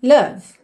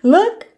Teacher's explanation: Eu particularmente acho que é love mesmo, porque o O tá mais para love do que para look, que seria um pouquinho mais fechado, tá? E também o V ele deixa um pouco mais suave esse final aí da sílaba, enquanto que look seria mais abrupto esse corte